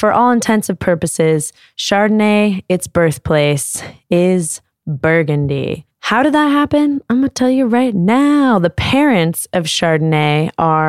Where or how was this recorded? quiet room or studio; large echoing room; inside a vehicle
quiet room or studio